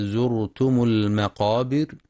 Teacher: ولتفخيم الراء في زرتم لسكونها بعد ضم